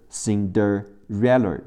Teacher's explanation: 注意重音在后边，在 r 的前边